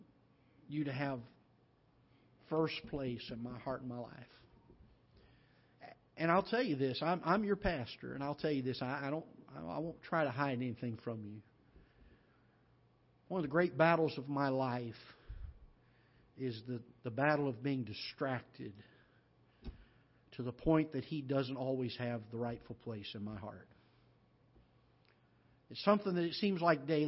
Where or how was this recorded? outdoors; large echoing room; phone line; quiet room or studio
large echoing room